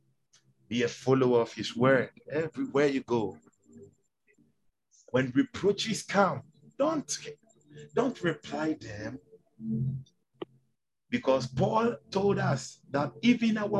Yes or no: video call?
yes